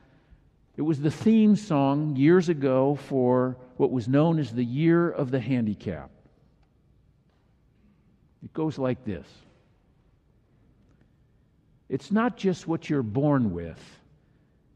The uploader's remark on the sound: delivered during the Traditional Worship service.